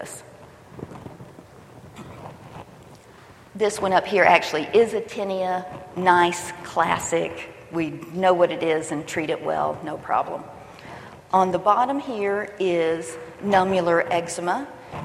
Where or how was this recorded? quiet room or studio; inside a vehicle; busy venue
busy venue